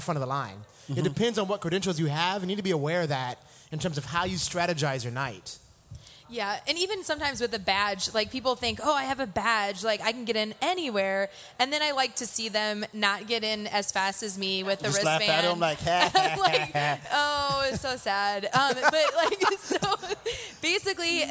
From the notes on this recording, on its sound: SXSW 2016 Preview Live at Rattle Inn.